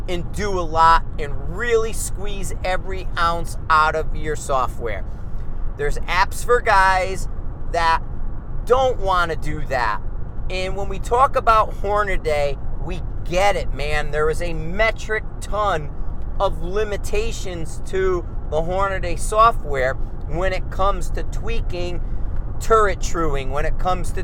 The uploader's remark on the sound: Car Trip Context Discussion. In the car on the way home from the range so I decided to drop a podcast.